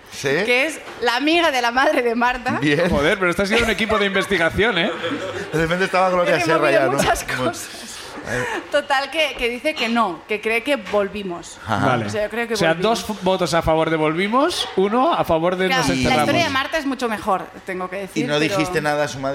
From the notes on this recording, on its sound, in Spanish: El público también sube a contarnos